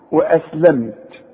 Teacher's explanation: اذا الميم دي بقفل فيها شفايفي وما غنش، ما قولش واسلمت، لا قولني واسلمت، دي في كلمة واحدة. · Term: الاظهار